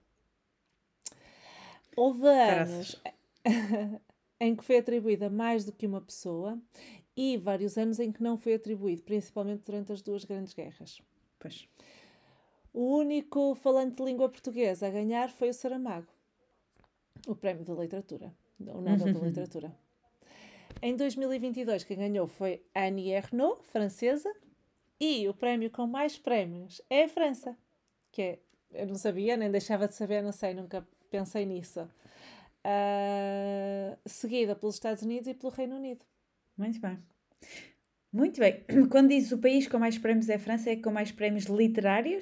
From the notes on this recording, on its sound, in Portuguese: Contudo, ainda há alguns ruídos de fundo que vamos tentar eliminar/evitar com o tempo e que são fruto de partilharmos os nossos estúdios de gravação (vulgo “casas”) com seres vivos – sejam eles mini-humanos, canídeos, felinos e por aí fora.